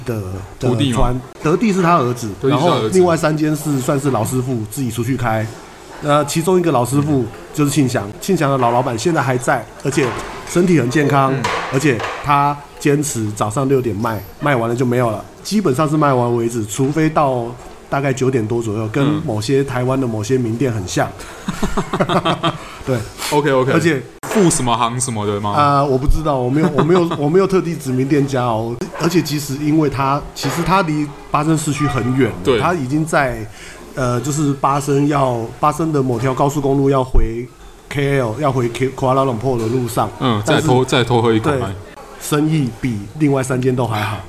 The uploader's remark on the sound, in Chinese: 本集白噪音指數：柔風級 3/5。錄音地點：黃亞細肉骨茶台灣二號店。